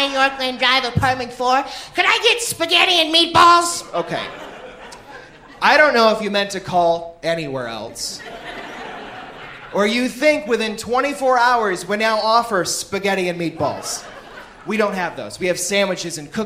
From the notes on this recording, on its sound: (Professionally) recorded by Hilarities in Cleveland, OH on March 28th, 2019